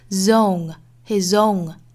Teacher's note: his 跟 own 之间的连读我们带出一个 z